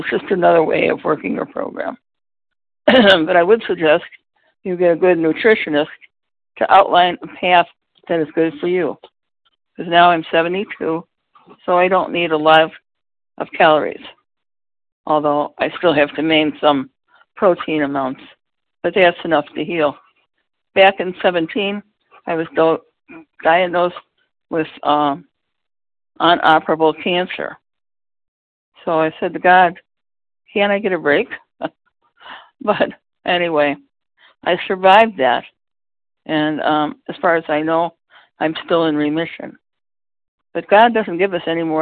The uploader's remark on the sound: the 100 Pounders Phone Meeting on 11/10/20